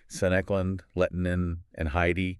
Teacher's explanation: We'll be saying names like Sanekland, Lettinen, and Heidi with that, that authentic Finnish intonation, the stress on the first syllable